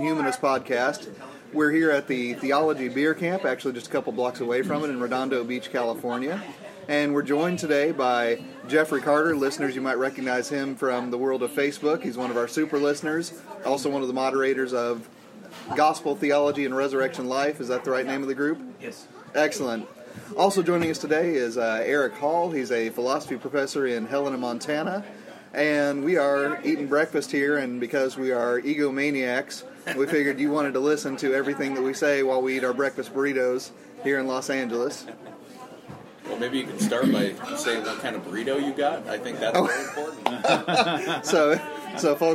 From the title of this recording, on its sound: from the Catalina Coffee Shop